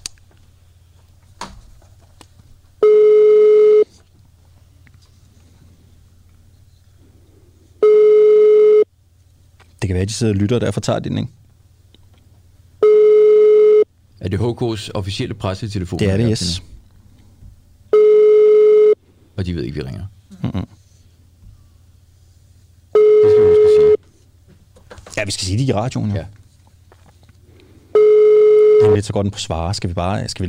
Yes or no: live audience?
no